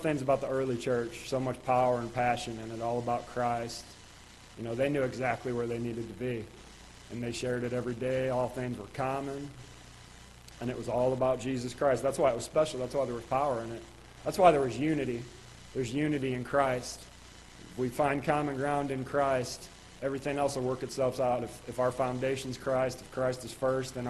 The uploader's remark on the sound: Ketha Heights Baptist Church ~ Live Broadcast